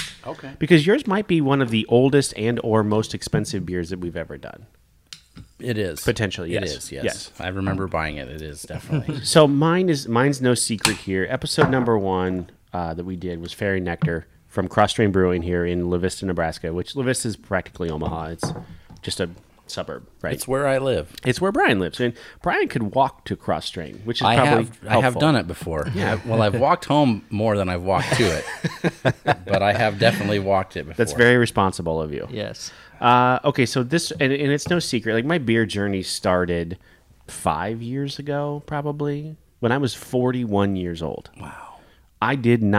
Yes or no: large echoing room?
no